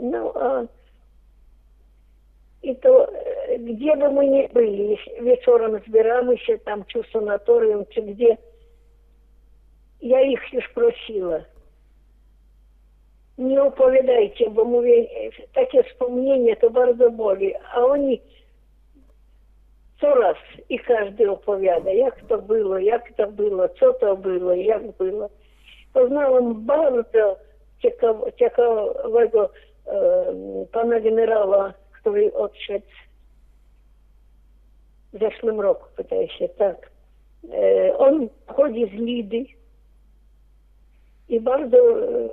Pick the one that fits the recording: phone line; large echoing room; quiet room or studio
phone line